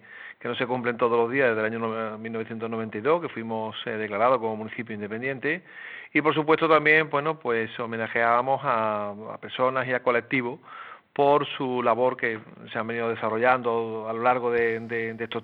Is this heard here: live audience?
no